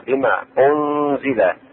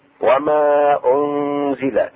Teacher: إخفاء النون الساكنة في الزاي